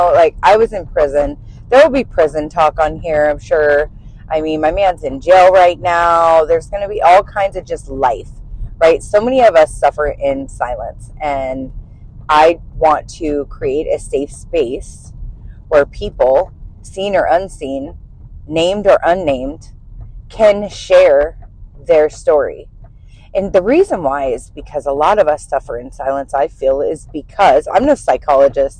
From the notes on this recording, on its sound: This first episode is uncensored and unedited. I am actually in my car driving to work. I bought a set of little microphones to help the sound but I am still learning.